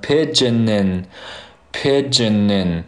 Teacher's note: 这个前面这个 n 和后面的 in 就连接起来了